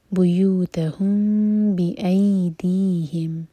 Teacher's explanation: میم کے بعد با اخفاء شفوی ٹائم دیں گے